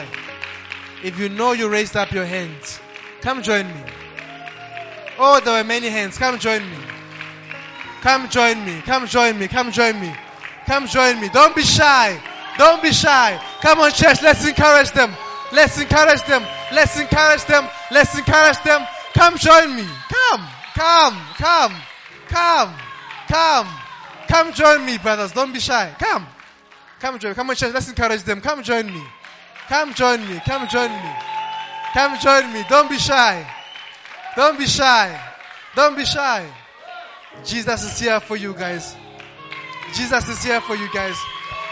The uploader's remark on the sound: LIVE AT ABC KHALANYONI